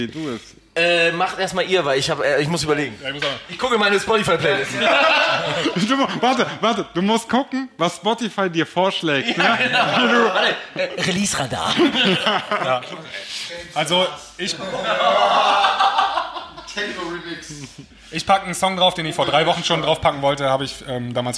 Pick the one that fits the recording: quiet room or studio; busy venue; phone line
busy venue